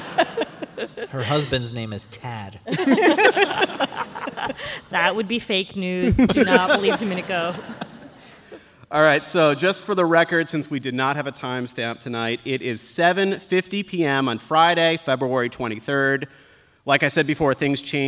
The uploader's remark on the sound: NPR Politics Live From Cleveland. Recorded in front of a live audience at the Ohio Theatre at Playhouse Square in Cleveland.